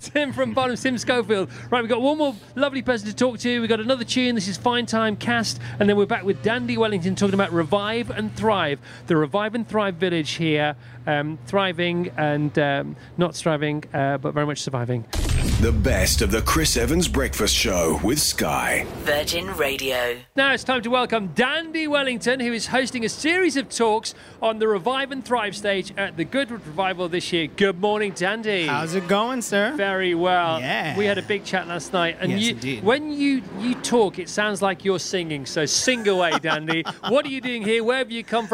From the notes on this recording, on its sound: Live from the Goodwood Estate at 'Goodwood Revival 2022' chatting to a bunch of incredible guests. Virgin Radio UK.